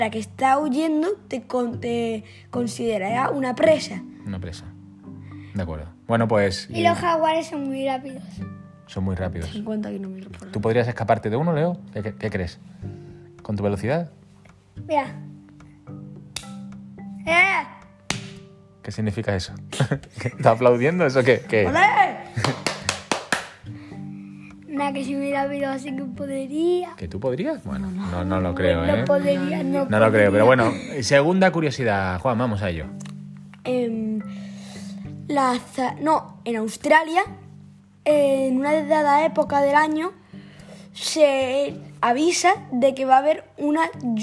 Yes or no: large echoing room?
no